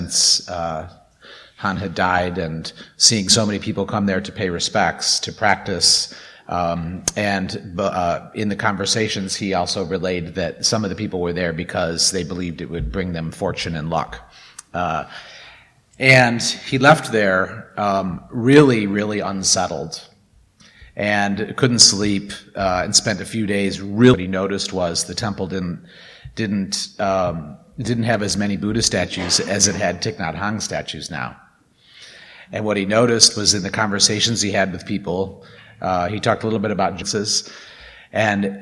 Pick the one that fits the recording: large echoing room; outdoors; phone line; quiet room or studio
large echoing room